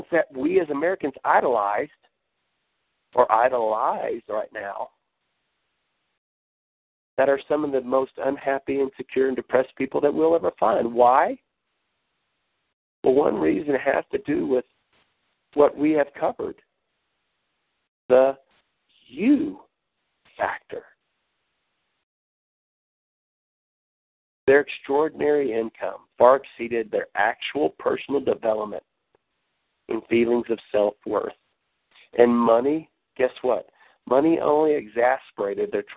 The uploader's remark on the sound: Team Elite Conference Call.